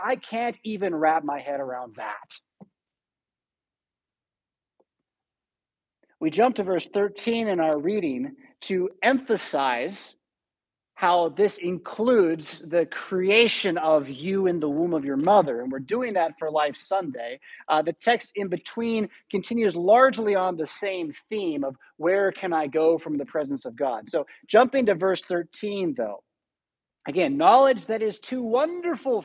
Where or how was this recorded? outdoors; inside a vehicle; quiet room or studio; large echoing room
large echoing room